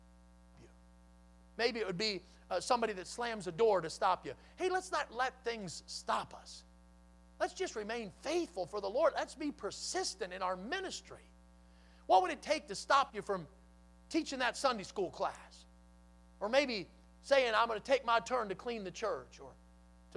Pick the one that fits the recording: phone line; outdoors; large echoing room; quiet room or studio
large echoing room